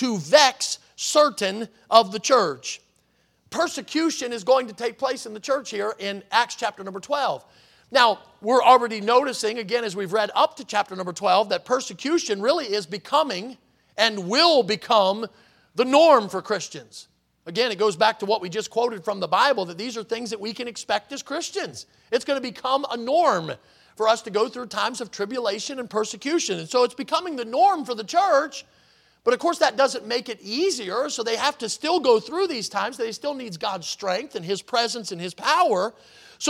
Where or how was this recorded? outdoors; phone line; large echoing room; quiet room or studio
large echoing room